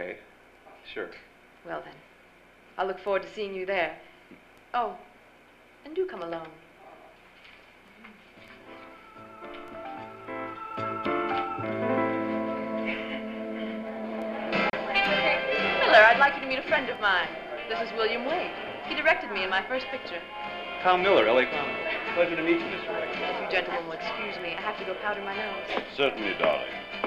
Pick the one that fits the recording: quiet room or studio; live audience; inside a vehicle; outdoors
live audience